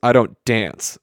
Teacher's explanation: And dance is on the downbeat. It's emphasized.